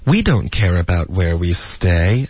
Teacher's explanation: Stay 才是重音，然后它会往上飘一点。